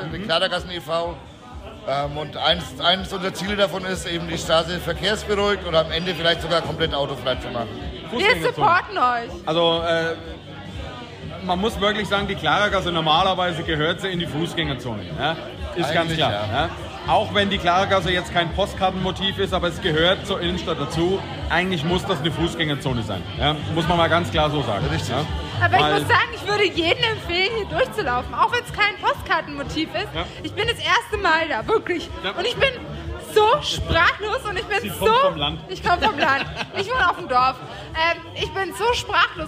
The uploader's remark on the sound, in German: Live vom Nürnberger Klaragassenfest! Wir waren für euch vor Ort und haben es krachen lassen…